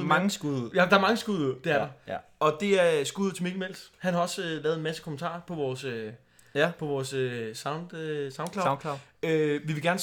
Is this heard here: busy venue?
no